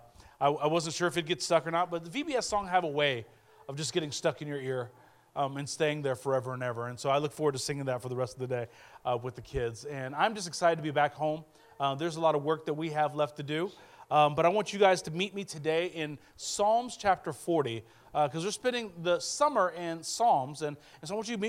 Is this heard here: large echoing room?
yes